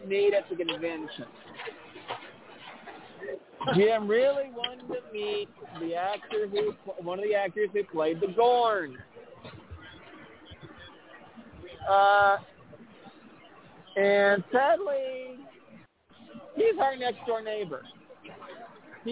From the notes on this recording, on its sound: LIVE FROM LAS VEGAS. We are broadcasting LIVE from Star Trek 55 year mission at the RIO All-Suites Hotel and Casino, Las Vegas!